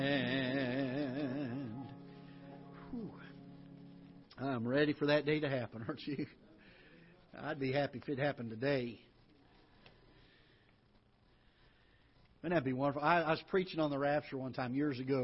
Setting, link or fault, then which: setting, large echoing room